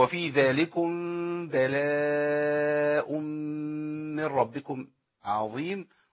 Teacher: لما ألاقي ميم بعدها باء أخلي الشفتين قريبين من بعض قوي وكأنهم في حال إطباق، يعني لا حق الضق الصق جامد قوي كده ولا حلقه فرجه ومسافه بين الشفتين، يبقى وفي ذلكم بلاء من ربكم عظيم.